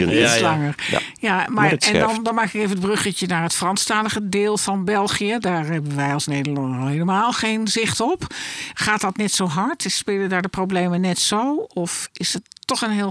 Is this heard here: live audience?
no